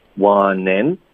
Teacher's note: 这个词组呢，我们的重音会放在介词上